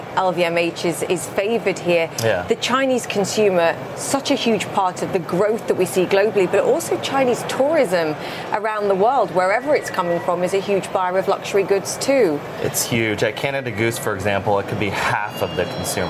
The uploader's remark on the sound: live from The New York Stock Exchange